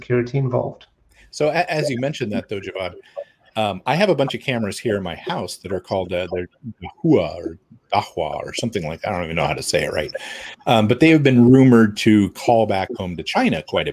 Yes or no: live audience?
no